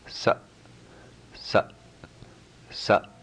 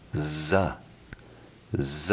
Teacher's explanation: the English sound su would be hard, minimal resonance · Shown in: first take